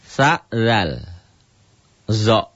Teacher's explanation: Sa, lidah ke ujung gigi ke langit-langit di atas. Sa, tarik lidahnya ke dalam jadi zal. Tarik lagi ke dalam jadi zo.